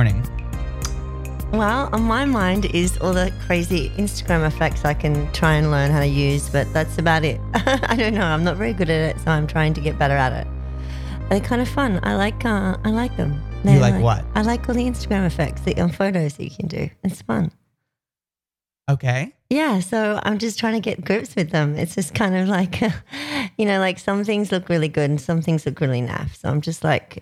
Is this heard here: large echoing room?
no